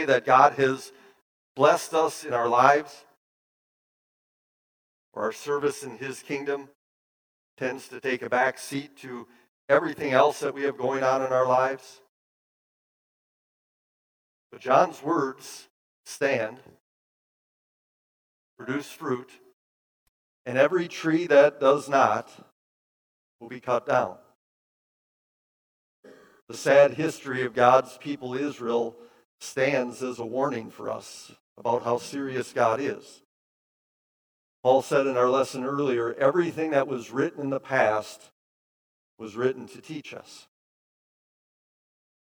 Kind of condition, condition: setting, large echoing room